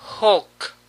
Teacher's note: La L es casi imperceptible acá.